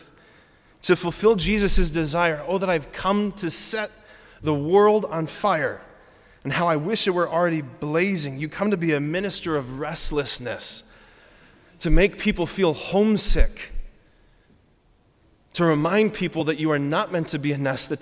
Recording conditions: large echoing room